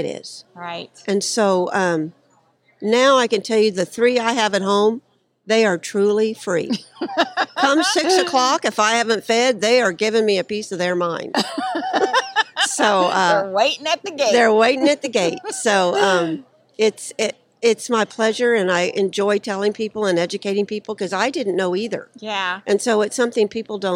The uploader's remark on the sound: at Equifest of Kansas 2023